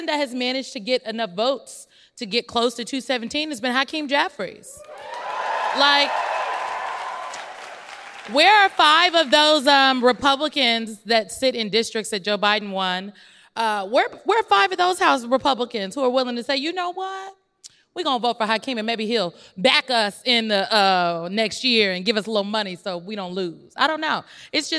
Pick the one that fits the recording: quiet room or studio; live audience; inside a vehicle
live audience